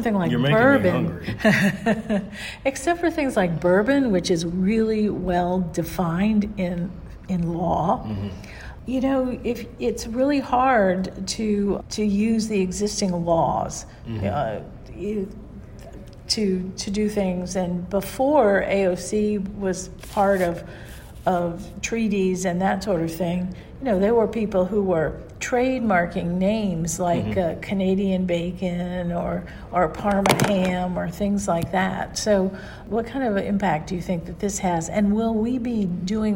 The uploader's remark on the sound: Recorded on February 25, 2020 at the National Association of State Departments of Agriculture conference